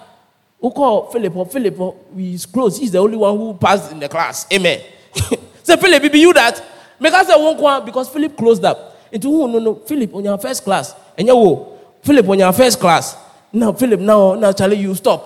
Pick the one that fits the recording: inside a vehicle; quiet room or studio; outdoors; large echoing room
large echoing room